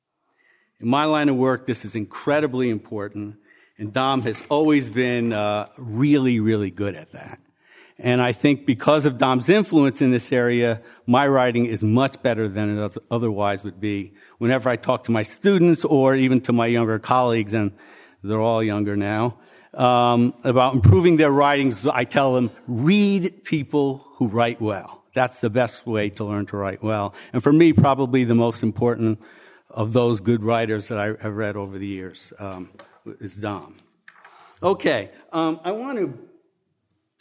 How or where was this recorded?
live audience